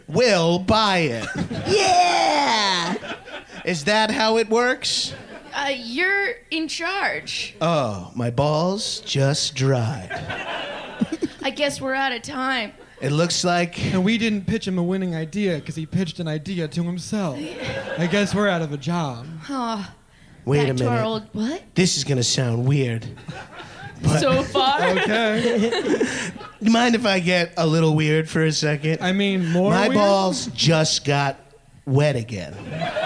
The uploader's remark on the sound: listening to this live show